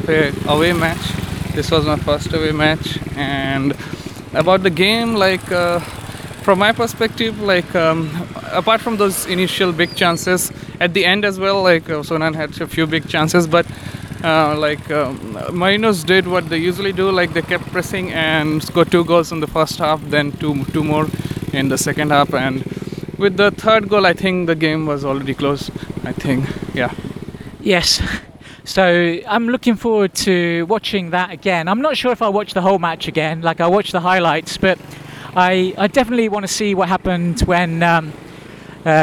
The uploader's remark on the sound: The noisy streets of Shonan. Make a second attempt at recording their post match thoughts. Recorded while walking along the main road on the way back to the station after the away match between Yokohama F. Marinos and Shonan Bellmare.